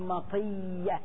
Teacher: كل واو ويا اجتمعتا في كلمة واحدة، في كلمة واحدة، وسبقت إحداهما بالسكون، تقلب الواو إلى ياء وتدغم فصارت مطية، الياء مشددة في مطية